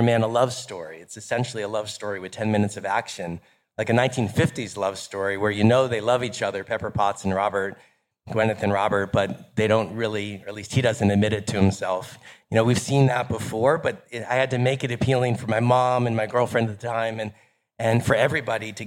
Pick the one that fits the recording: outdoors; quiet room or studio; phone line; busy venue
busy venue